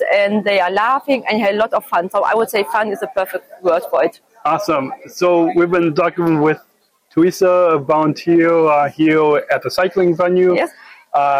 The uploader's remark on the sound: LIVE From Special Olympics World Games 2023. Recorded From Berlin, Germany.